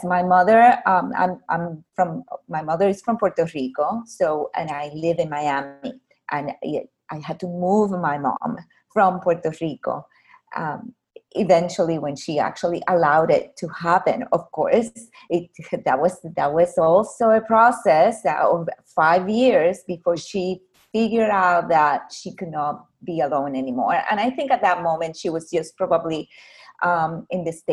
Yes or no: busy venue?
no